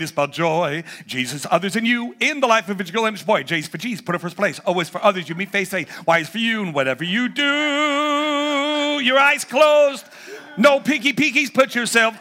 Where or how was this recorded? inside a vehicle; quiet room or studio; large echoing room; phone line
large echoing room